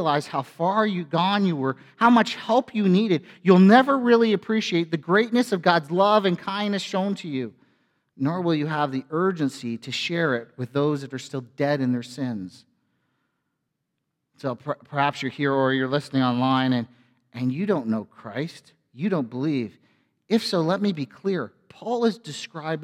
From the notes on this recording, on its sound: A sermon from FBC Church in Cobourg,